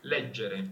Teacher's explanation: The stressed E here is open before the double G